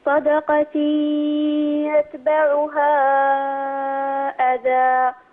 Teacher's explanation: أنطقي في الوقت ذاته ياء من الفم وغنة من الأنف